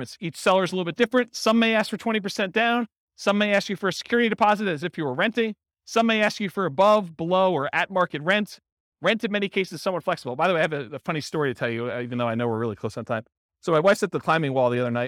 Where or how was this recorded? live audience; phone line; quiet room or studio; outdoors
live audience